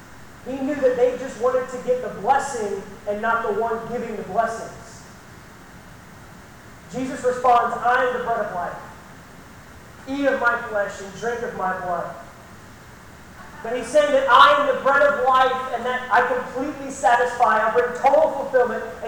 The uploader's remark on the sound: This message was preached at Baymeadows Baptist Church on Palm Sunday 2019. The recording is not the best quality, and I tried to enhance it, but it just couldn't be fixed.